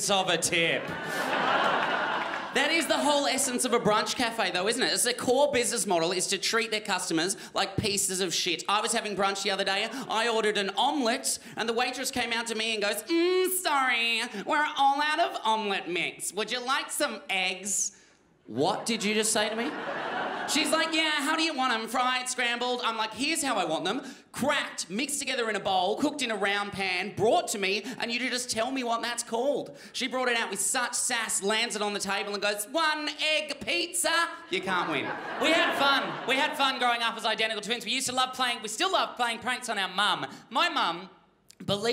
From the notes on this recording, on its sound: Melbourne International Comedy Festival's Comedy Up Late. Recorded at the home of the Festival Club, Max Watt’s for ABCTV.